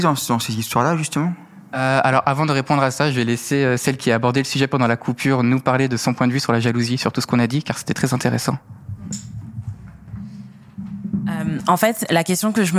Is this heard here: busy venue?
yes